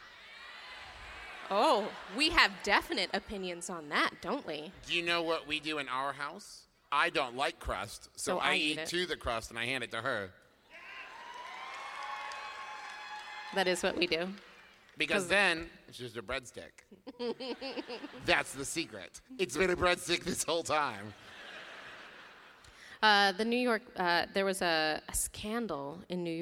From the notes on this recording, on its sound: our live episode from Chicago